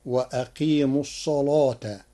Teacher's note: قرأ ورش كلمة الصلاة بتغليظ اللام لوجود الصاد المفخمة قبلها فتصير وأقيموا الصلاة.